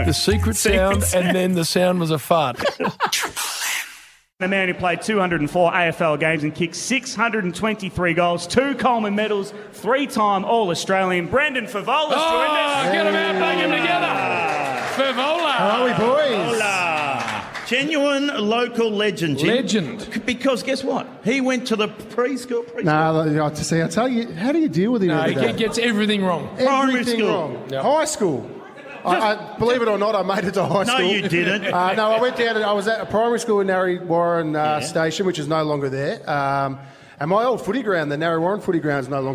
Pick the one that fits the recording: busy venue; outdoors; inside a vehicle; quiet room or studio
busy venue